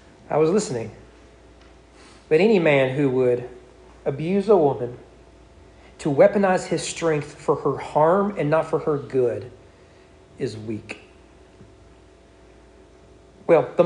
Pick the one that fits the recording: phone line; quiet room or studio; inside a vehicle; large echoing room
large echoing room